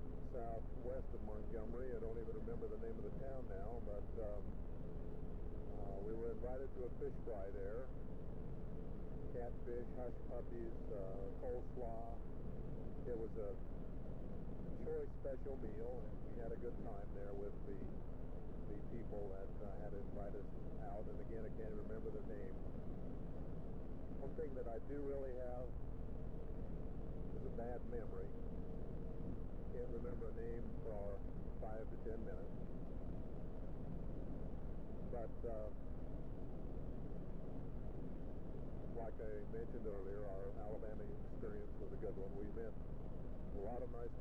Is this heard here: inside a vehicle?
yes